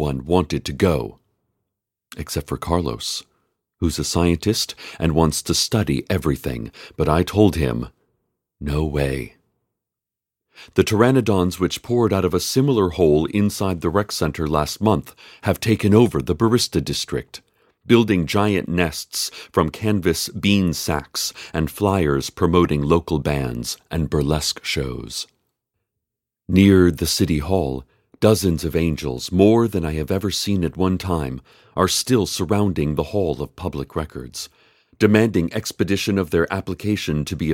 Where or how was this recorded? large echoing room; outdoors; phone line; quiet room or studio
quiet room or studio